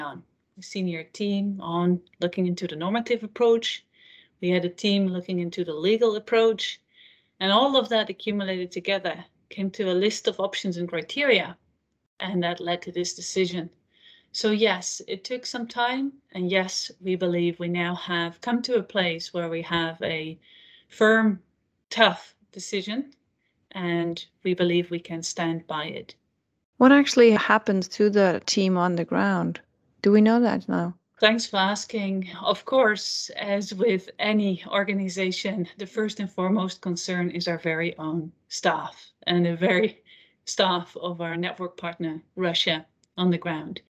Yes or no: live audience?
no